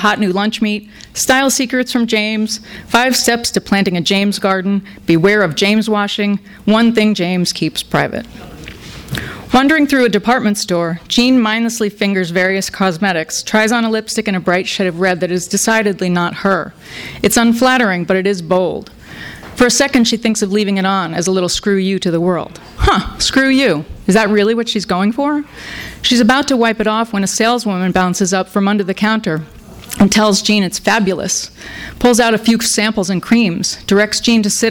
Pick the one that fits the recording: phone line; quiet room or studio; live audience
live audience